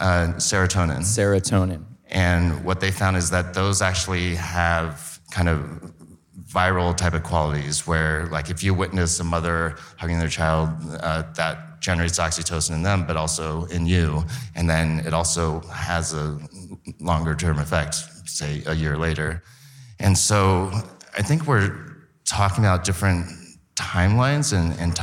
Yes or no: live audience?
yes